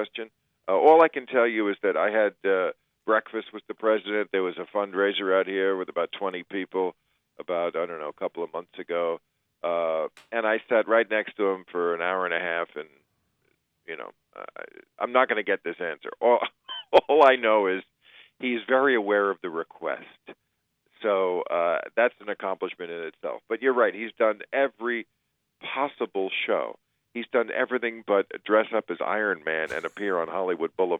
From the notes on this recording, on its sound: joins us by phone.